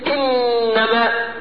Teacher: طرف اللسان عمل ايه؟ التصق بلثة الاسنان العليا من الداخل